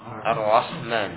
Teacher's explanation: Tapi cukup ya dua getaran kan tasydid